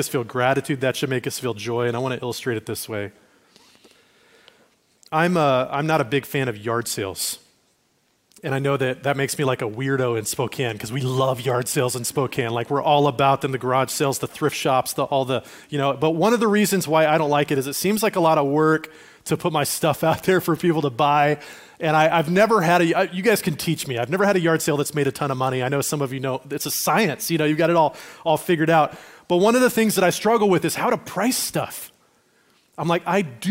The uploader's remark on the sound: Recorded at Liferoads Church in Spokane on June 18, 2023.